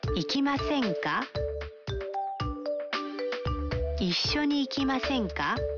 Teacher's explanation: Para obtener una invitación se cambia la parte masu de un verbo en forma masu a masen. Se agrega ka y se eleva la entonación al final.